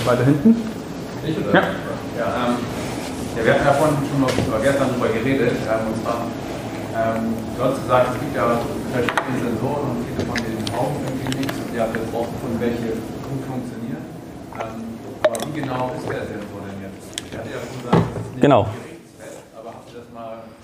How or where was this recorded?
live audience